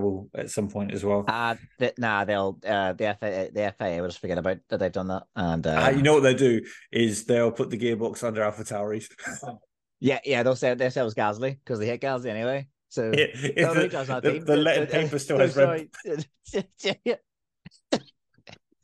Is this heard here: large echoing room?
no